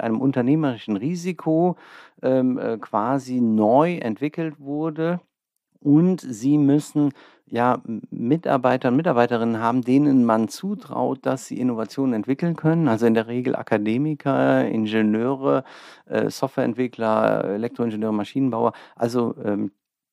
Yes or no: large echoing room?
no